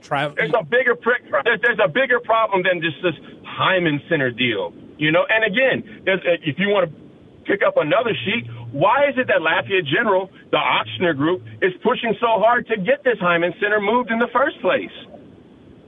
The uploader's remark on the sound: A lot of listeners have opinions and decide to call in.